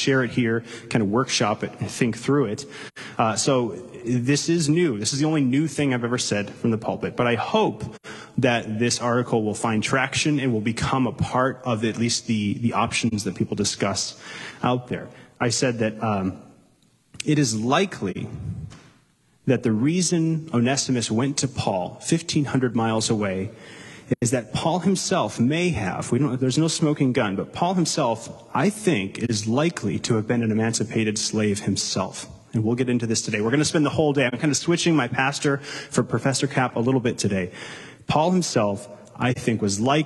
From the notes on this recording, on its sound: Delivered live, at Capital City Church in St.